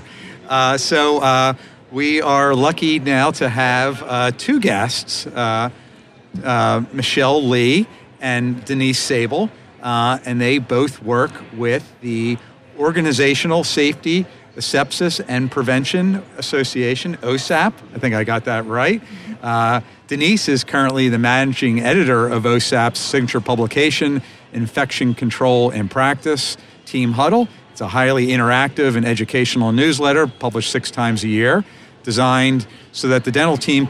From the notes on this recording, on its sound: Live from the Benco booth at the GNYDM 2019.